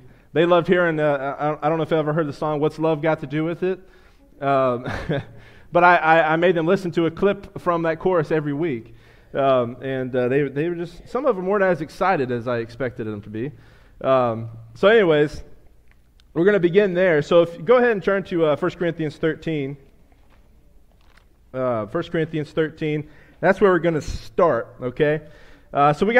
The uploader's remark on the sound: a sermon I preached to the church